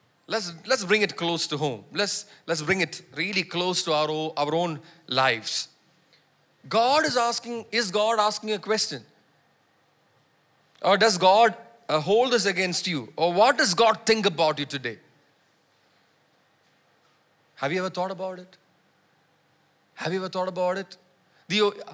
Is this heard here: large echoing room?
yes